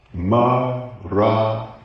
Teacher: Say it in four equally stressed syllables.